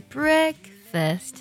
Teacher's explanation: 早餐这个单词它的重音呢是在第一个音节上